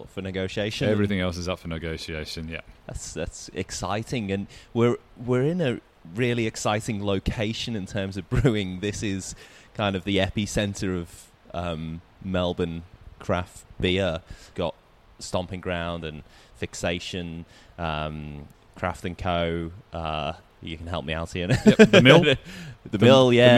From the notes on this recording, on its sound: The episode was recorded at Molly Rose Brewing, Collingwood.